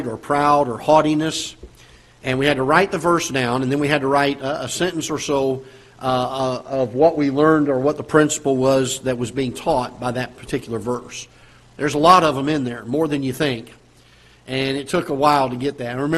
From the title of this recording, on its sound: Ketha Heights Baptist Church ~ Live Broadcast